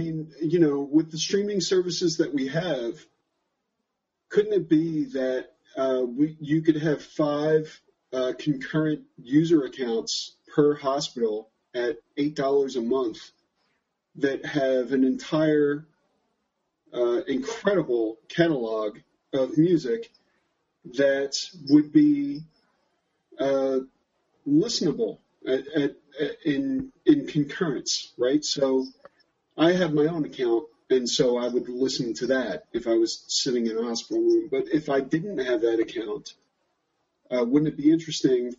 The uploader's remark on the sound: features lightly edited audio from a live Google+ Hangout On Air conducted September 15, 2014.